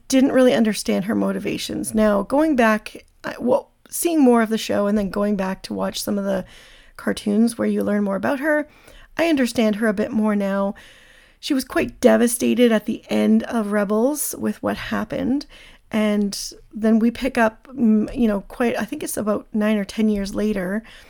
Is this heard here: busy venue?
no